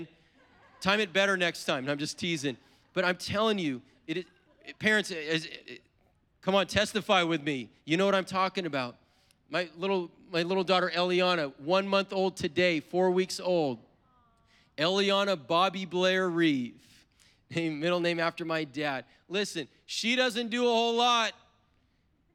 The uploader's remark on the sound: was preached on April 3rd at the 10AM service